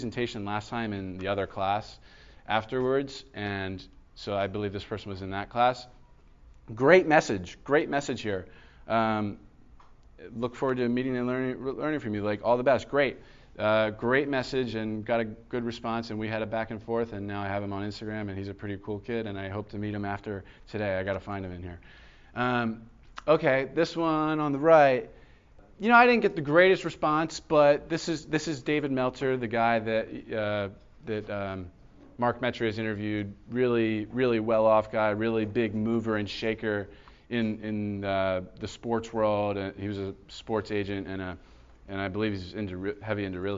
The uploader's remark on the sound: This was a lecture given at Florida Gulf Coast University